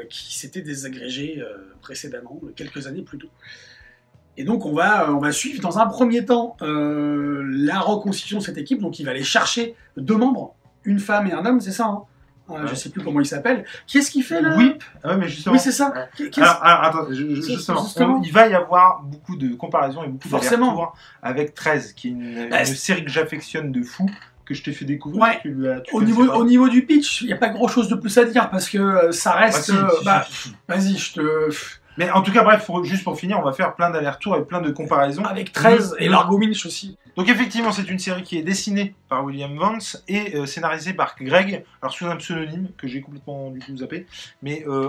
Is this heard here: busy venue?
no